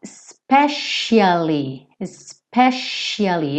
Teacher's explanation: Esse C vai ter um som de SH.